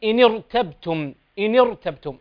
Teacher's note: الراء اجعلها مفخمة ولا تجعلها مرققة